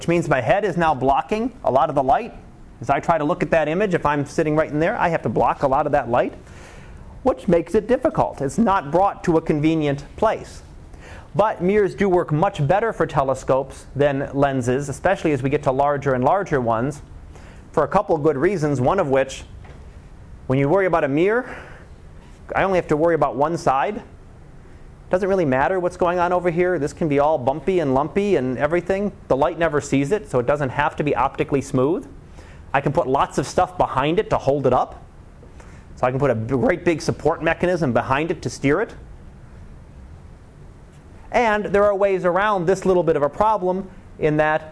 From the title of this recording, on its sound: Live Class Lecture